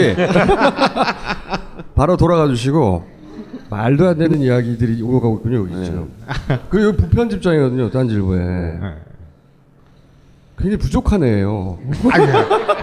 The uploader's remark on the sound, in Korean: 우리는 여전히 뻘쭘한 공개방송 중입니다